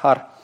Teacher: начинается с хе, которое как легкое придыхание произносится